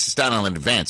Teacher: I don't know why they put the accent on the first syllable.